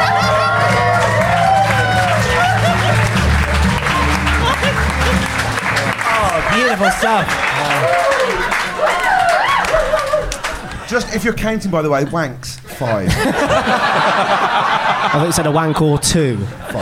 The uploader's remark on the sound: Recorded live at The Phoenix in Cavendish Square.